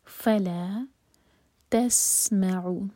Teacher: سین پر سیٹی کی آواز